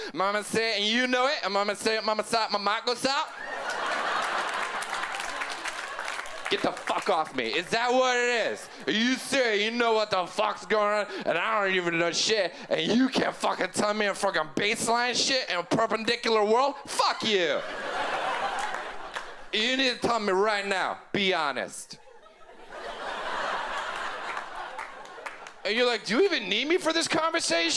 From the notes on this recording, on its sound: brings his silly observations to the 2011 Just for Laughs Festival in Montreal